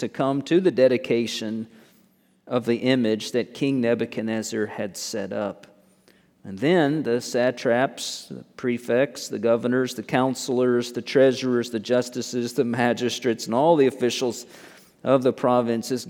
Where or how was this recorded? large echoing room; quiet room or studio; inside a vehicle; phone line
large echoing room